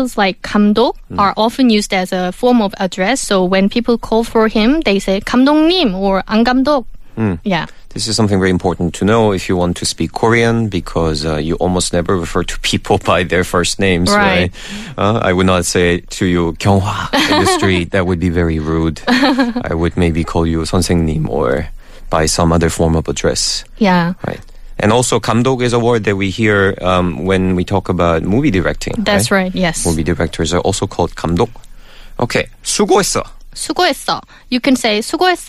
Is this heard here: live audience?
no